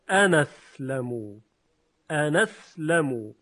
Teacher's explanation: در روایت ورش مصری نقل حرکت صورت میگیره از حمزه به نون